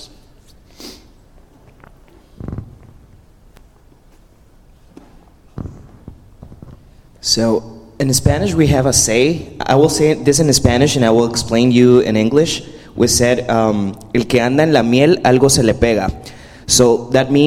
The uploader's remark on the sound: This message was recorded on December 31, 2023, at Union Ridge School in Ridgefield, Wa.